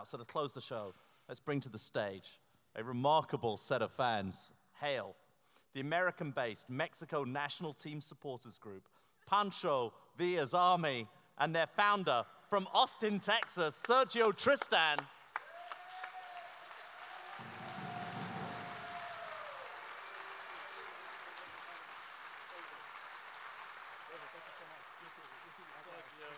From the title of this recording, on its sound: Live in Los Angeles